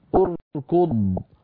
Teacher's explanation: لاحظوا بأن الكاف مضمومة فبدأنا بهمزة مضمومة